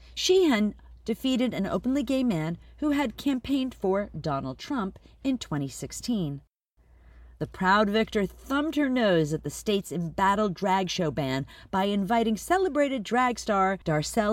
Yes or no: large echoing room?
no